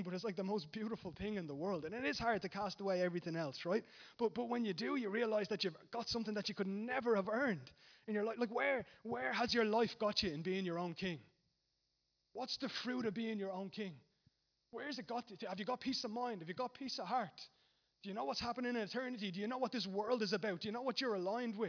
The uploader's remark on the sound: Recorded live at Liberty Church on 24th March 2019